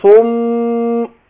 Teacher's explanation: فالميم المشددة هنا هتخرج بانطباق